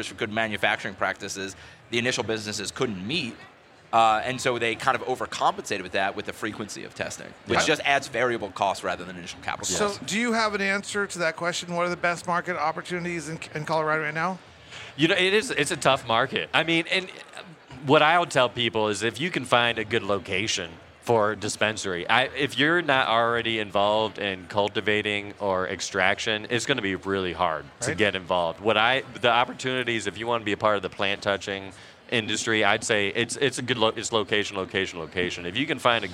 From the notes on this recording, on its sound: Recorded at MJBizCon 2023